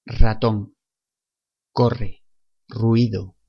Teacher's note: Y cuando queremos reproducir el fonema re, la lengua toca dos o más veces el paladar, como si rebotara, produciendo una vibración más fuerte